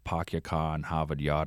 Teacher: She says, for one, you very rarely hear people dropping their R's like they might in other parts of New England